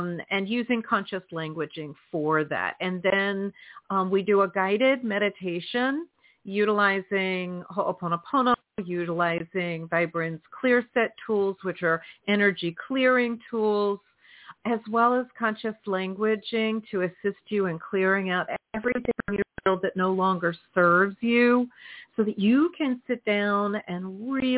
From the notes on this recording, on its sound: in response to caller’s questions